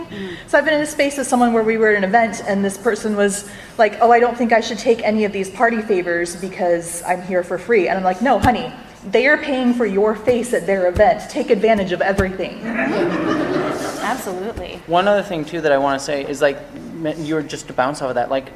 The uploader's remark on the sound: Recorded live at Star Trek Mission Chicago.